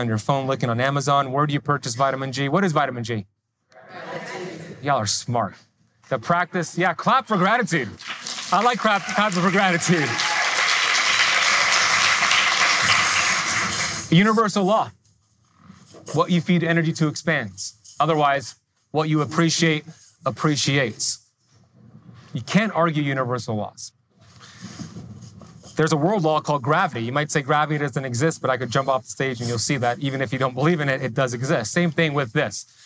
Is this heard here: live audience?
yes